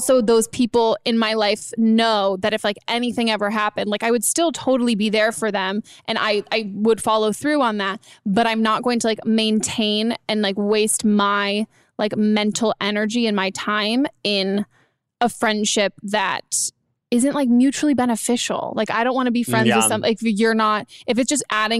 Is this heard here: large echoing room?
no